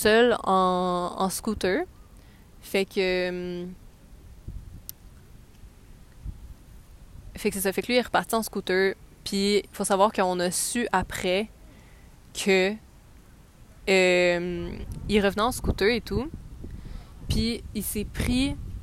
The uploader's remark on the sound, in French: Nous sommes désolées pour les bruits de vent, elle enregistre dans un parc